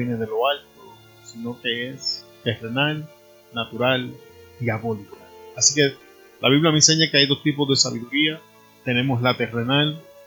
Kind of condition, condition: fault, poor sound quality